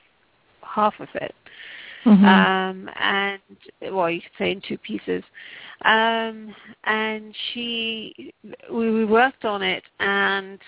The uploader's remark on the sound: Takes your calls for healing live today!